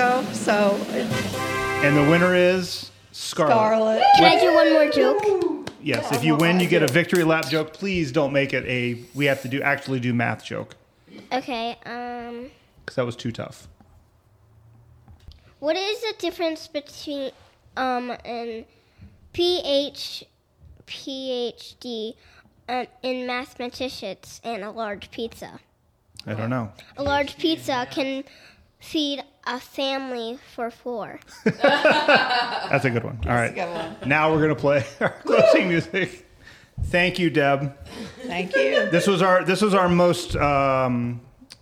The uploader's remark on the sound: Recorded live in front of a studio audience for extra giggles.